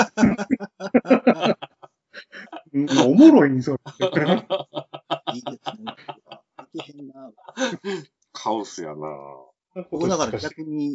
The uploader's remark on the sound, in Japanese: 自粛期間中のオンライン飲み会を収録してみました。酔っ払いのダダ喋り。